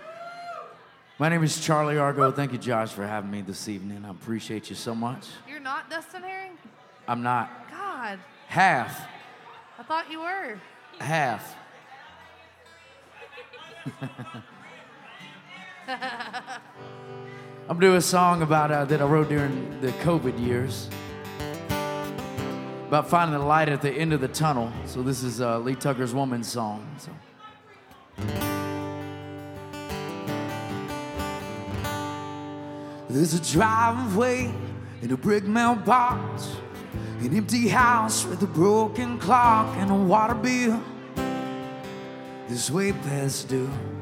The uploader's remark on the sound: Rounds At Live Oak In Nashville.